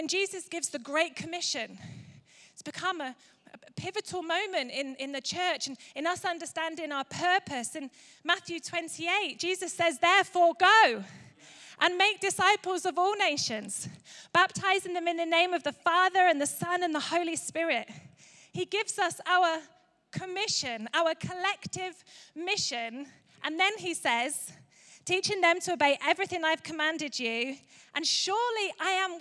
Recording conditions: large echoing room